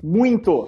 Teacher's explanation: Muito, a gente fala nasalado, tem um N aí.